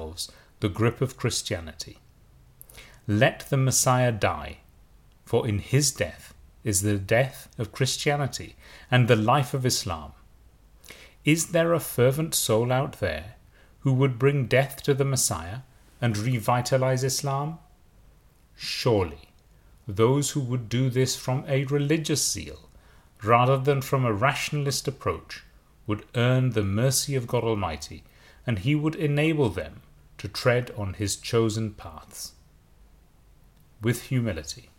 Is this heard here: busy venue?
no